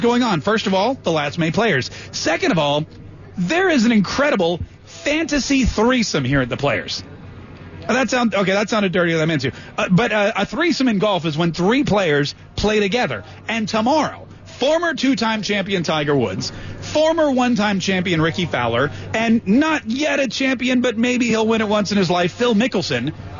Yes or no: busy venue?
yes